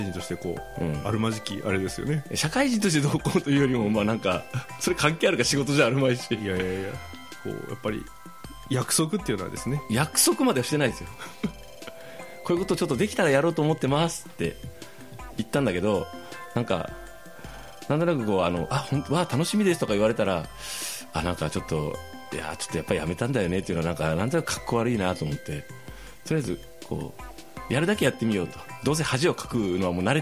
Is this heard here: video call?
no